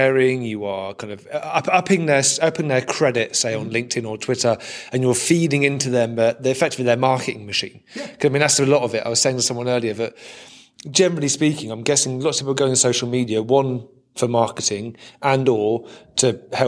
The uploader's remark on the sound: At the Product Elevation 2022 conference in Dublin. I am sat in the conference venue.